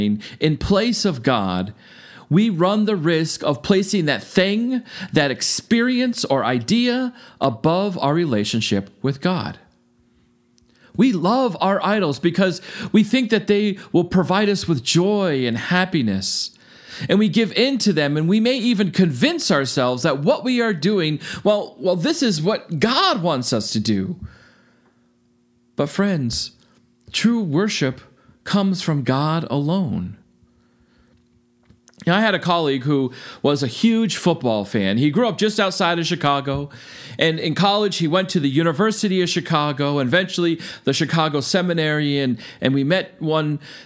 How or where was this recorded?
large echoing room